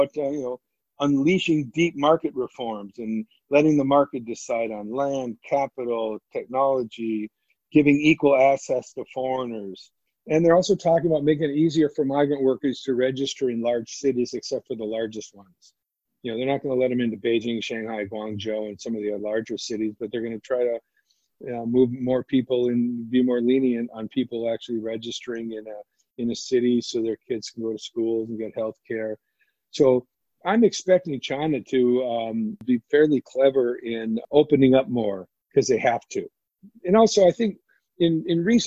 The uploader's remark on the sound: To maintain social distancing this interview was recorded over the web.